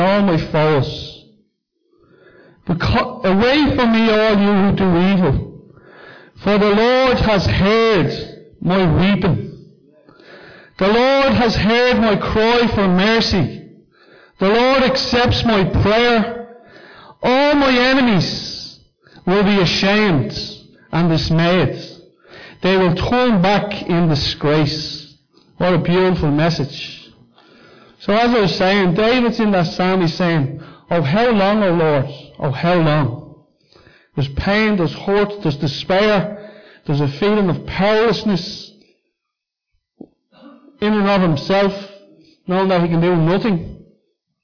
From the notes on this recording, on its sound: Recorded live at Liberty Church.